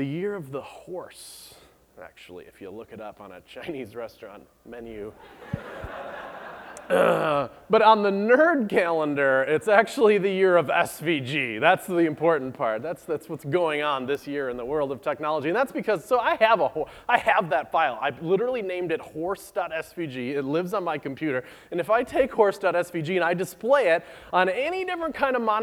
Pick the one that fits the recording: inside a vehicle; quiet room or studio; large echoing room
large echoing room